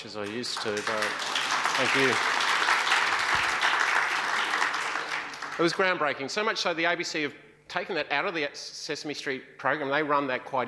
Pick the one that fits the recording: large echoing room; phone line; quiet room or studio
large echoing room